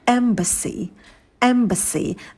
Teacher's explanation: Звук «э» очень быстрый, краткий, мы держим оскал, минимально открываем рот.